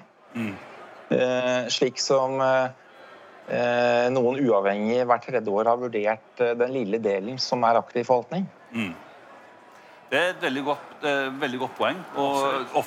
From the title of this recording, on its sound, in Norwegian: LIVE på ONS 2022